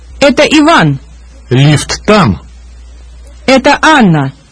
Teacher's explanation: Russians lower their voice to indicate the main word of the sentence when making a statement